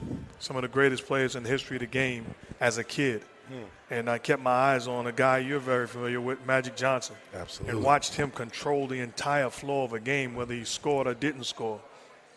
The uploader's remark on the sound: Recorded at Summer League.